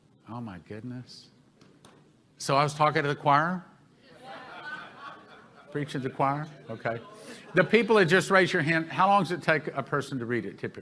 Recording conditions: live audience